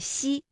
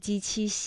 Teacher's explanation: 舌面的前部要接近硬腭的前部，留出一个窄缝，气流从缝中挤出，摩擦成声